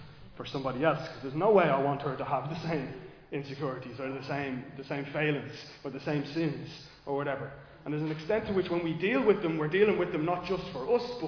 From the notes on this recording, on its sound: Recorded live in Liberty Church on 14 January 2024